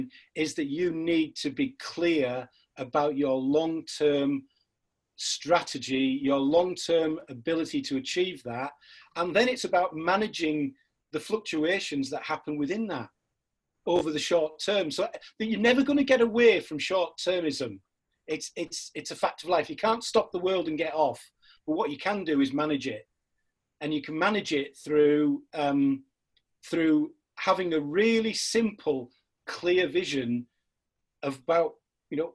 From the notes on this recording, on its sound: This podcast was recorded via Zoom.